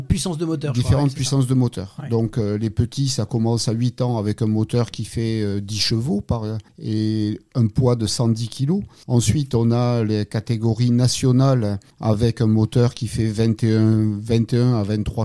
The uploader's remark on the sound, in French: A accepté de répondre par téléphone à quelques questions pour l’émission Et si on parlait de sport.